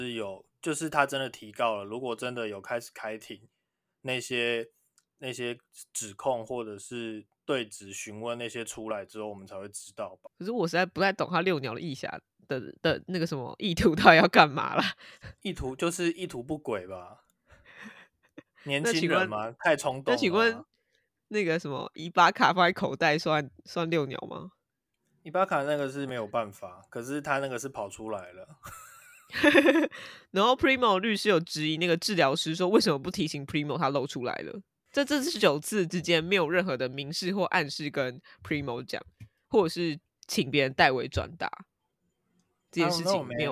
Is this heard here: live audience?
no